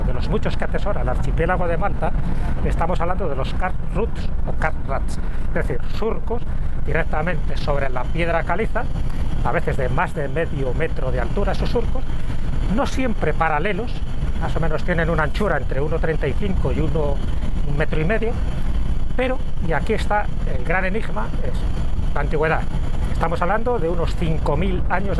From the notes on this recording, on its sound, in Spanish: Hemos grabado un episodio especial dentro de un AVE, de un tren de Alta Velocidad Española, aprovechando un viaje desde Madrid a Fuengirola. De pie en el vagón cafetería.